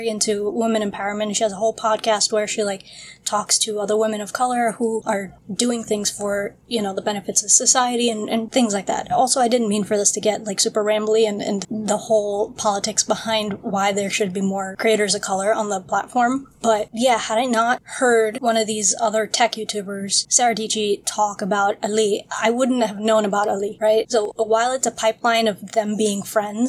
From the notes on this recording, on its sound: We had some awful audio interference for some reason and the audio this week is a bit all over the place, apologies.